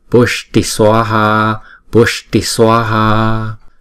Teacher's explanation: Chữ S và chữ T này có dấu nặng ở dưới thì chúng ta phải để cong lưỡi lại và búng ra ha